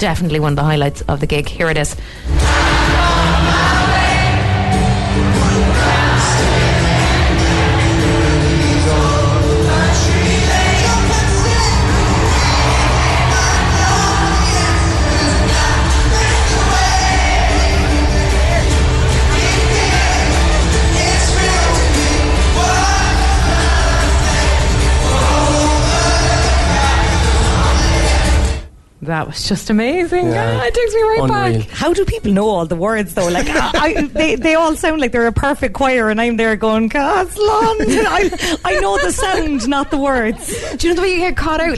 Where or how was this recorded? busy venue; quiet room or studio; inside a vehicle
busy venue